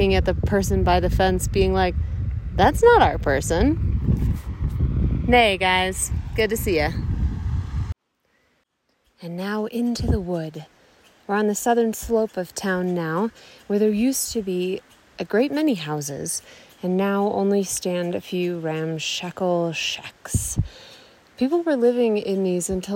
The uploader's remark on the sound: This is a little audio & photo tour of some of my favorite magical moments in this high-alpine valley, all below 11,000 feet.